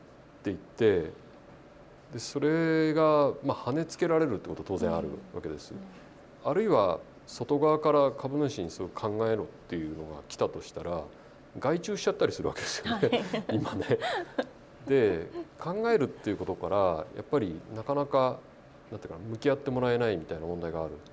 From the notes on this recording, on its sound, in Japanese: イベントでの公開収録となっているおり、通常回と音声環境が異なることをご了承いただけますと幸いです。